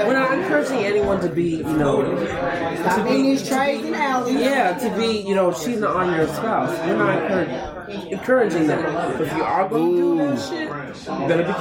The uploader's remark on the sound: Live In Broadripple. As we record our first live audience taping and pop off my annual Fall Party/Wine Tasting event.